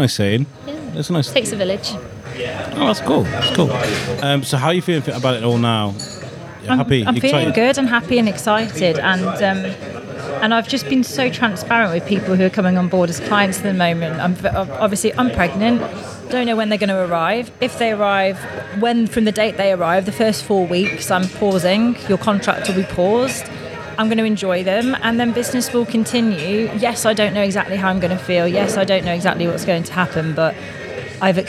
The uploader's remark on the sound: Recorded at Daily Brews in Shrewsbury